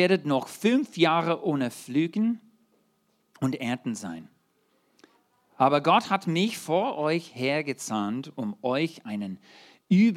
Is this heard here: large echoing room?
yes